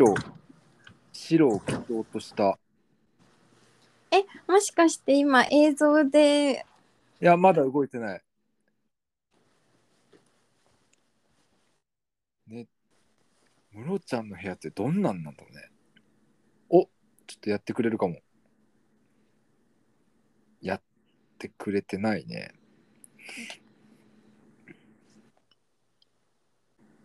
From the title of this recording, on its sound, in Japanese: 今日は久しぶりに遠隔収録